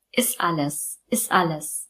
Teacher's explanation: Wir lassen bei ist das T einfach weg. · Und wir verbinden ist alles, diese beiden Wörter. Das klingt dann wie ein Wort.